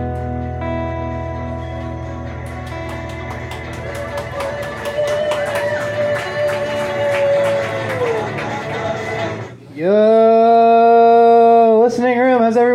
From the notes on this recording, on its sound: Live at Genuine Joe's